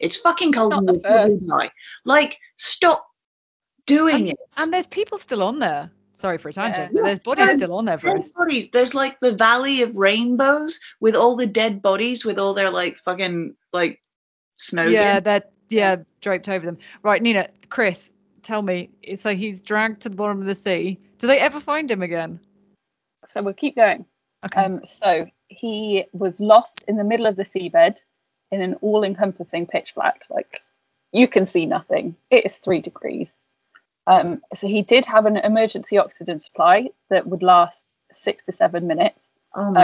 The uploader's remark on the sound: This episode was recorded using Microsoft Teams as we were experimenting with recording during our continued lockdown.